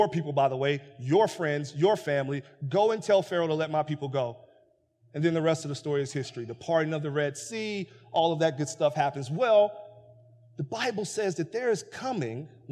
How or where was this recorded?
large echoing room